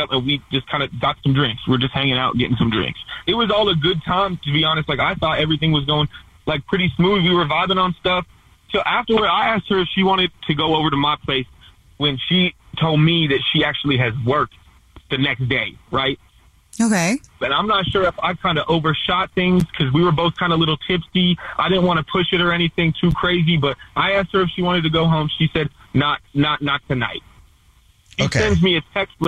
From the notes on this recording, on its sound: We get that other person on the phone to see why they're "ghosting". One of our listeners is on the phone.